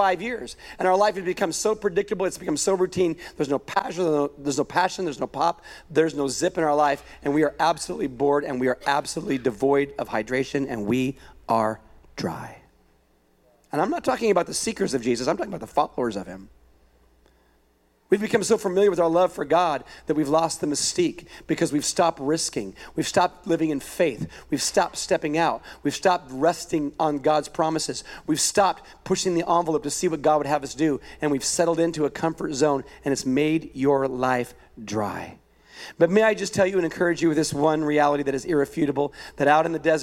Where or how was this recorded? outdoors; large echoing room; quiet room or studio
large echoing room